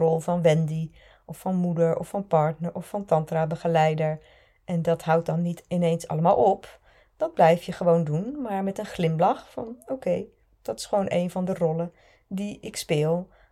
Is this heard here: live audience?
no